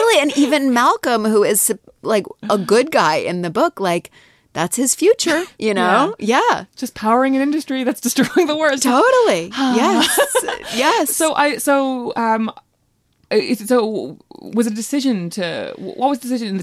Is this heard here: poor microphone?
no